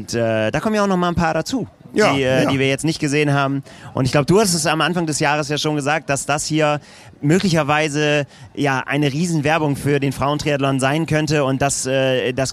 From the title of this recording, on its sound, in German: live aus der Anmeldeschlange